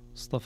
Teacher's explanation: الصاد والطاء مفخمتان والفاء بمدها رقيقتان